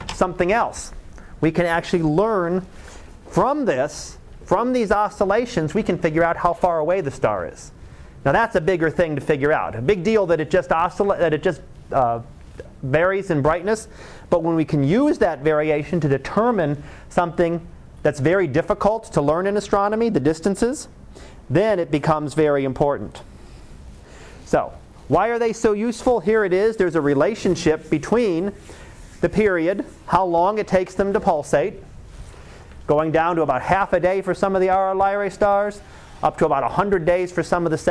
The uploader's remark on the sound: Live Class Lecture.